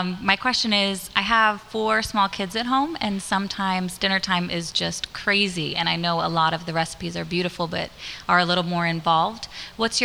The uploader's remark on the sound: A Q&A that was recorded before a small live audience. At Sacred Space in Miami at …'s This Cheese Is Nuts! Book launch event.